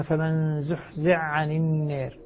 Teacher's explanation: يعني يقرأها فمن زحزع عن النار، في هذا الإدغام الحائي في العين